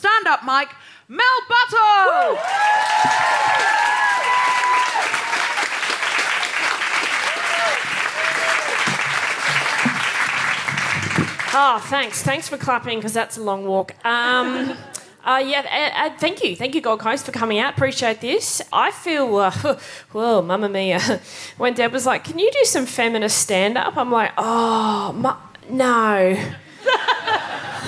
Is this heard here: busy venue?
yes